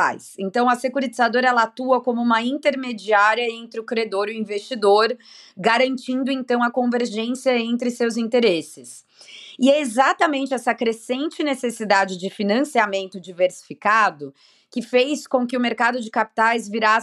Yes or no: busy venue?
no